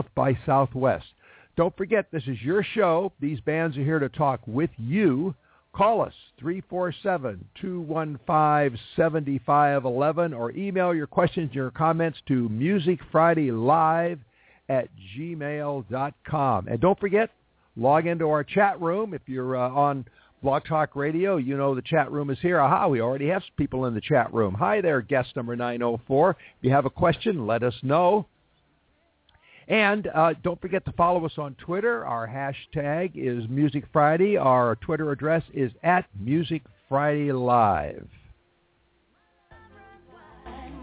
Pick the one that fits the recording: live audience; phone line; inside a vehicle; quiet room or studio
phone line